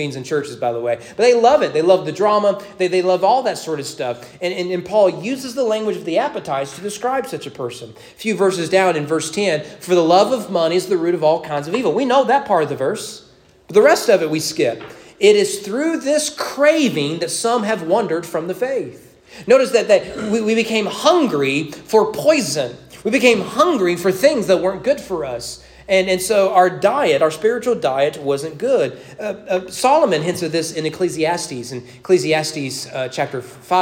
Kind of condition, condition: setting, large echoing room